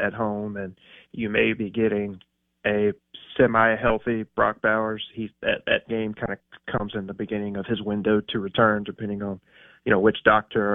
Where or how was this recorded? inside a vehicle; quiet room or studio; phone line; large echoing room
phone line